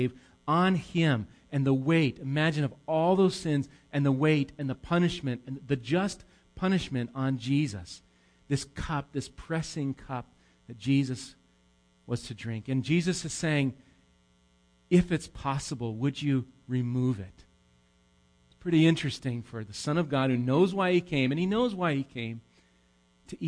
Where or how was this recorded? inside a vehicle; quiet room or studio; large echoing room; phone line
large echoing room